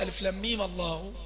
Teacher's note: هي اصلا الميم ساكنة، لكن لالتقاء الساكنين، التقاء الساكنين هنا هو اللي خلى الميم تفتح